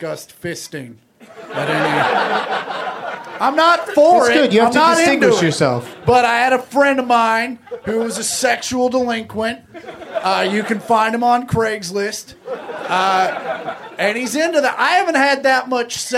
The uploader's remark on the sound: Recorded live at Flappers in Burbank